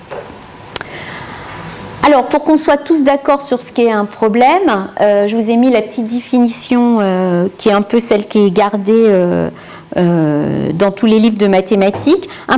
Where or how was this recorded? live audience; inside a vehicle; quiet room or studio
live audience